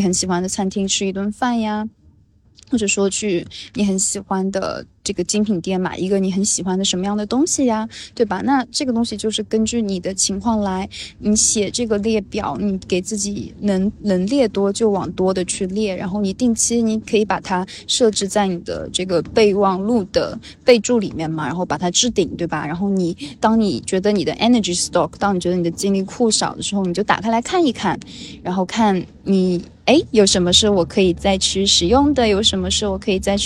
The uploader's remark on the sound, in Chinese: 又坐在神社的树下录了这起播客。录音的时候人们来来去去，说话的声音，水流声，树叶的沙沙声，摇铃铛的声音。